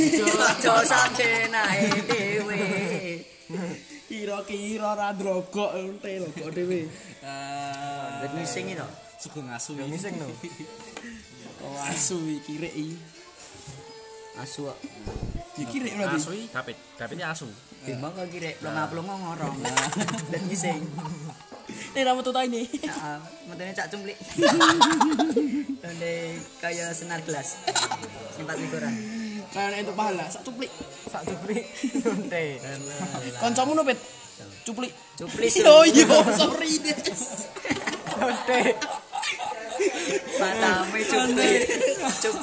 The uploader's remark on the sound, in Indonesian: Mohon Maaf kalau audio-nya kresek - kresek